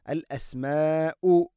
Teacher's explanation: അൽ അസ്മാഉ മദ് മുത്തസിലാണ് അവിടെയുള്ളത്, നാലോ അഞ്ചോ ഹർക്കത്തിൻ്റെ ഖദറിൽ നിർബന്ധമായിട്ടും നീട്ടണം